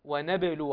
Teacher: حرف الباء لابد تضعي فيه شيء من النبر · Term: قلقلة الباء